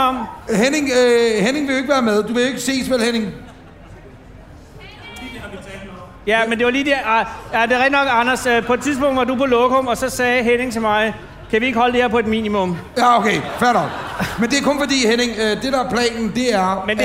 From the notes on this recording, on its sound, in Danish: Optaget foran 80.000 feststemte mennesker på Smukfest i Skanderborg.